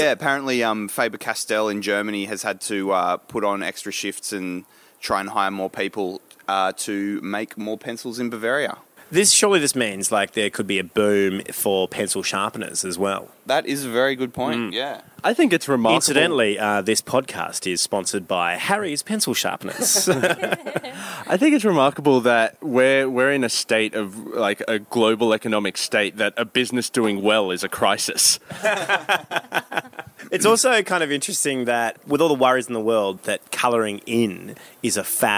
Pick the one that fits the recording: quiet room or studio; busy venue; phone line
busy venue